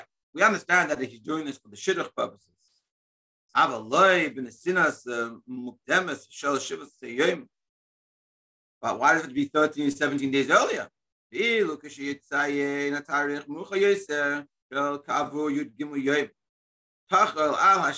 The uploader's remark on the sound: Daily Zoom Shiur